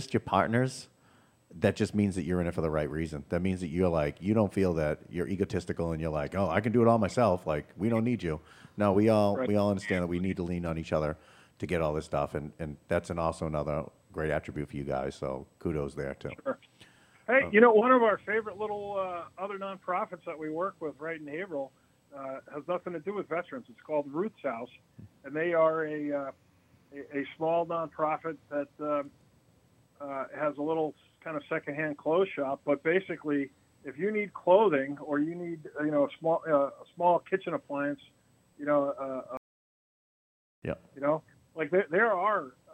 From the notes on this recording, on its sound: joined via telephone